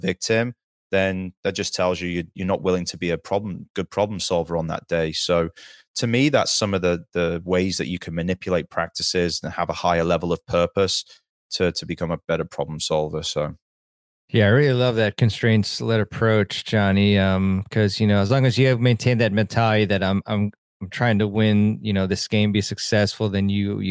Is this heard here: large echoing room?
no